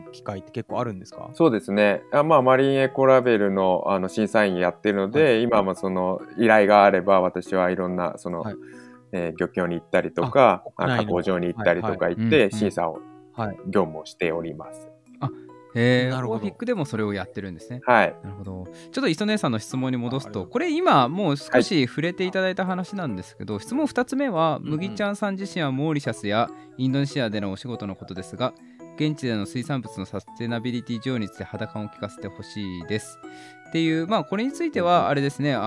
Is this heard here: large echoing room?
no